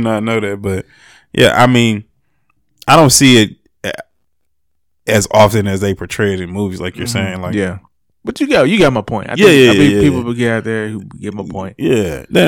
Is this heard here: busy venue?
no